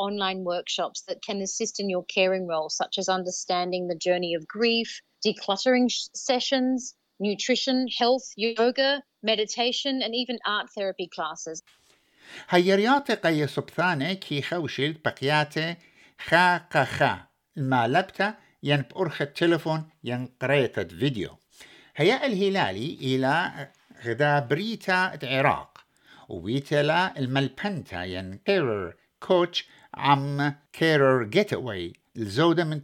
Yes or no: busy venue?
no